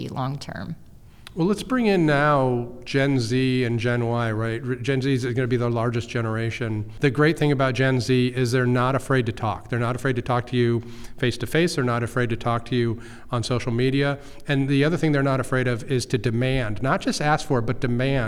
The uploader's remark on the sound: we recorded at Ogletree Deakins’ national Workplace Strategies seminar